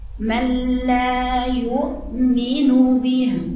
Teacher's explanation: لازم الهمزة تبقى في شفتك، ما فيهاش أي حركة، الضمة في الياء والهمزة ساكنة. يبقى إرجاع الشفاء أثناء قراءة الهمزة.